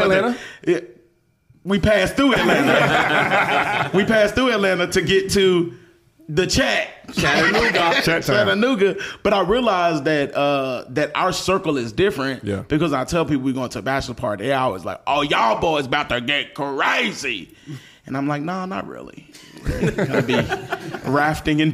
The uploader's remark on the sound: Chattanooga, TN. First recording in front of a live audience!